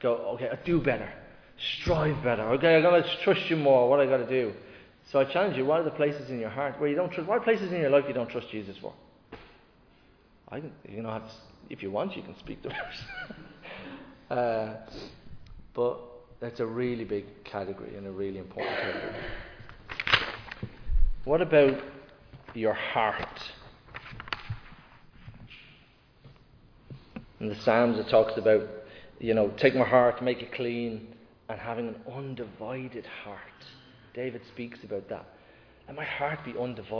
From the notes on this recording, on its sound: Recorded live in Liberty Church on 6th November 2022